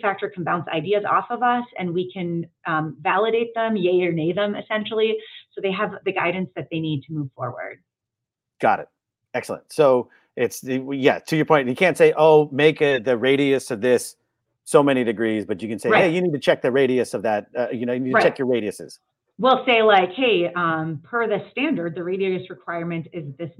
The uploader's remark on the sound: This is the audio from OttOmate's recent live Q&A webinar.